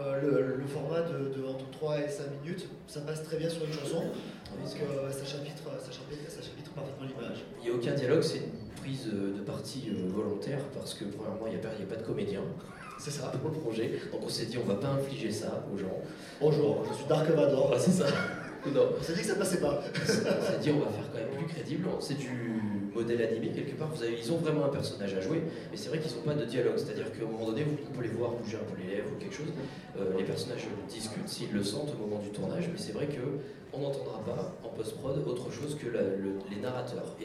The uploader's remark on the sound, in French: Enregistré lors du TGS Springbreak de 2015.